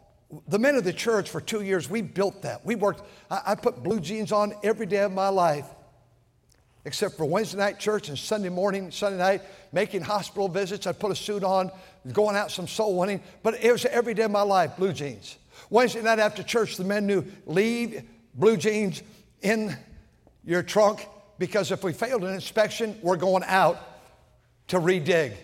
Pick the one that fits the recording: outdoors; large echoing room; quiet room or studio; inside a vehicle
large echoing room